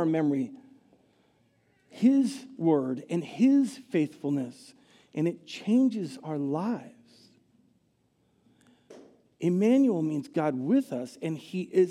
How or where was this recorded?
large echoing room